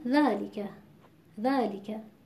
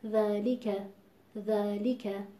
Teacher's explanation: هم داره مد طبیعی ذا درست ادا میشه، هم حرف لام با کسرش و هم حرف کاف · Shown in: second take